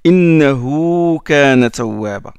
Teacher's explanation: Le ha du pronom. Innahu, ce damir là, on le prolonge deux harakats. C'est mad sila, c'est deux.